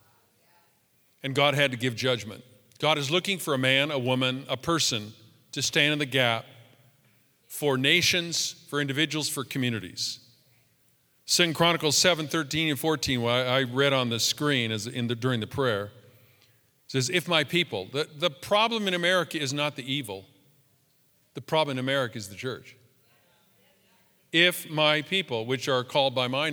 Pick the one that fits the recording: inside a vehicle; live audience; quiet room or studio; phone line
live audience